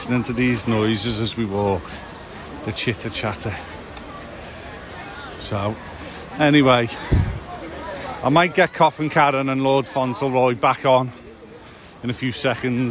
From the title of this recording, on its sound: Live on Location (At Disney)